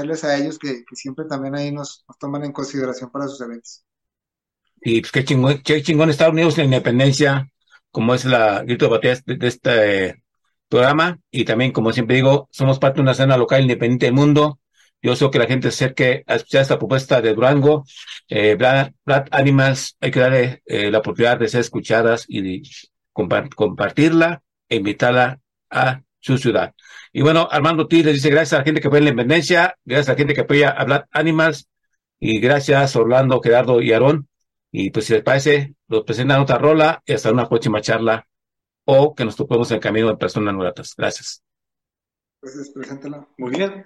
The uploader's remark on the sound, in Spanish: Charlamos via zoom